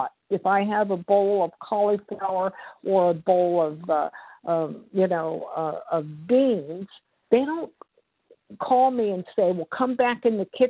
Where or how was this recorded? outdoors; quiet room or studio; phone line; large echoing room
phone line